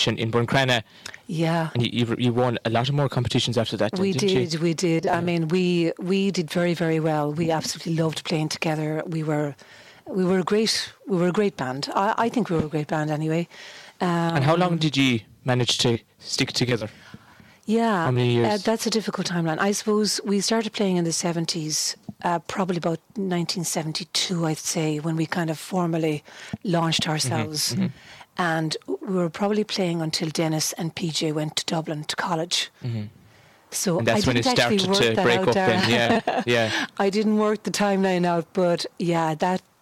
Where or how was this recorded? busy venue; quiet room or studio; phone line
busy venue